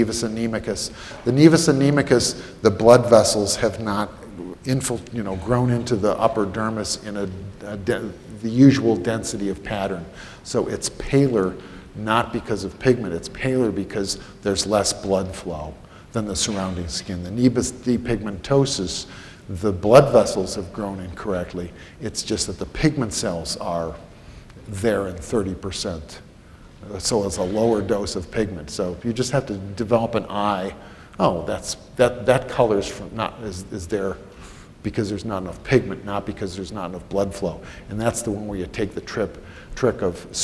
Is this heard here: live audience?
yes